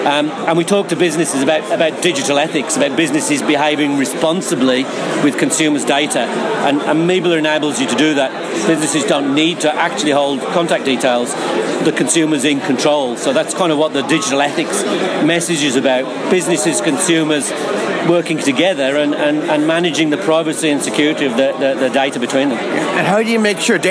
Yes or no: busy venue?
yes